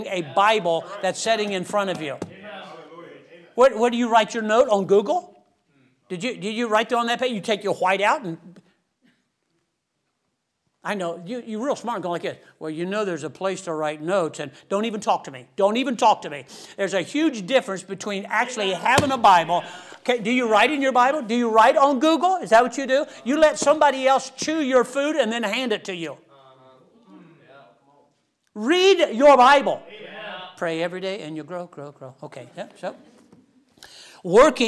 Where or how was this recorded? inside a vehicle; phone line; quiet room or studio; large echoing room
large echoing room